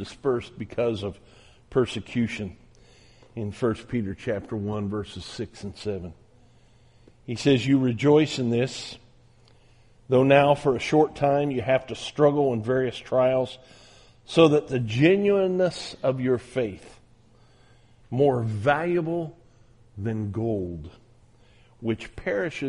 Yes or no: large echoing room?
yes